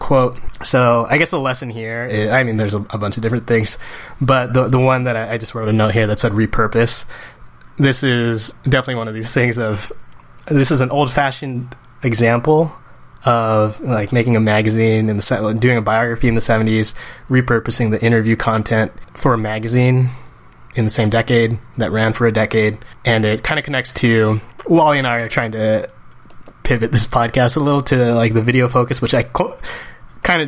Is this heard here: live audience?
no